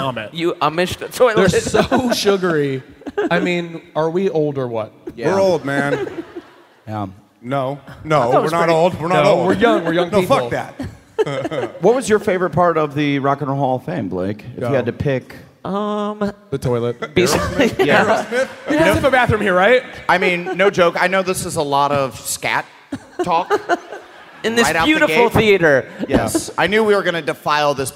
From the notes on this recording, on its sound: Live From Columbus!